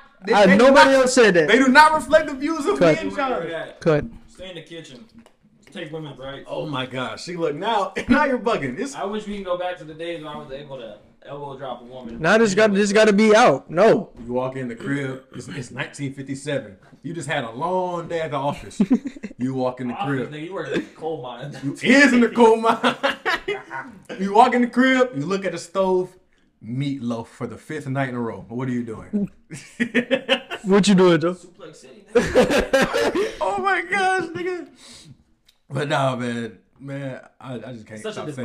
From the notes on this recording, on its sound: This was an experimental and learning phase for us so the audio quality is nowhere the best it could be and while it does significantly improve.